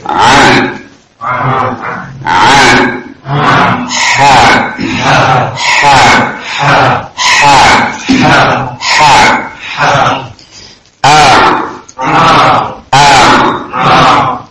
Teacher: di tengah-tengah bagian tenggorokan, keluar dari tempat tersebut huruf ain dan ha · Term: wasatul halq